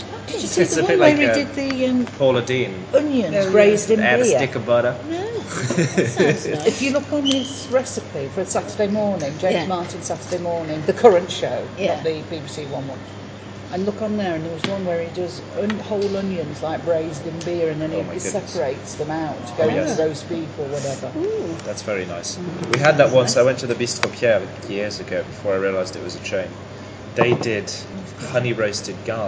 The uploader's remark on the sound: record our daily breakfast conversation at Xcel Leisure Centre